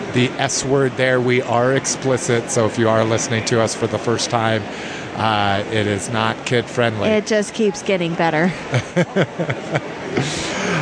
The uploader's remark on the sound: The show which was recorded in its entirety at the con.